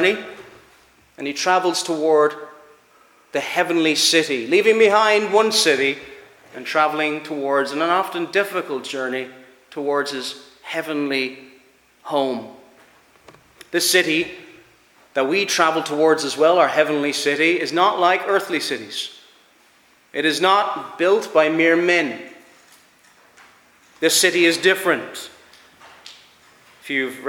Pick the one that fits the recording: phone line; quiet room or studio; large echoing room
large echoing room